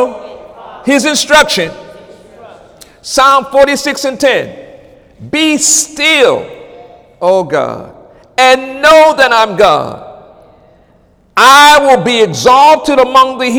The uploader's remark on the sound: During Wednesday night service on August 16, 2017